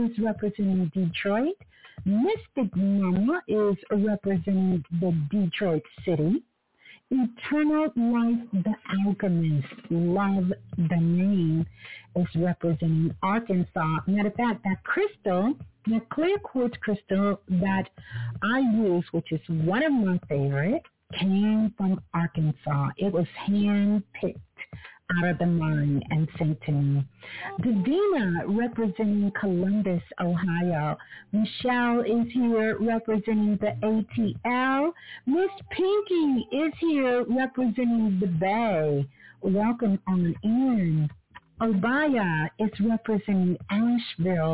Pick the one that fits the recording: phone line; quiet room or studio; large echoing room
phone line